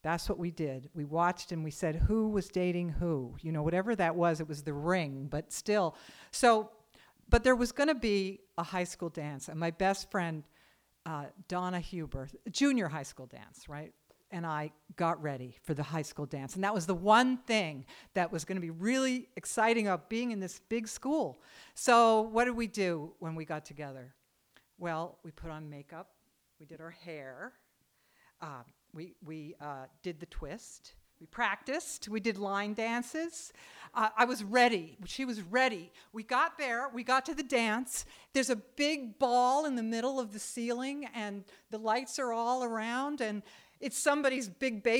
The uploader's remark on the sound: Recorded live on July 27, 2014 at Preservation Hall in Wellfleet, Massachusetts.